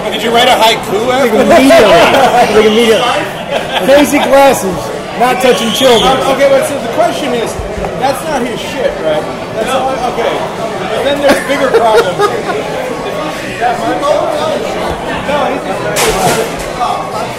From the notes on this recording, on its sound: Recorded Live at Hooters in Terrible Quality.